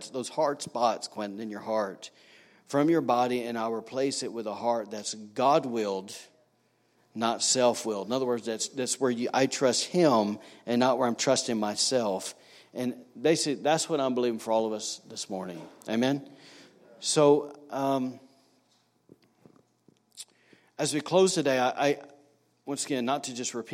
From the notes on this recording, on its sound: was recorded on Sunday, February 24, 2019, during service at The Anchor Church in Rockport, Maine